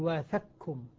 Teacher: يعني تسقط القاف في الكاف ذاتا وصفة، لا يبقى للقاف أثر · Term: إدغام كامل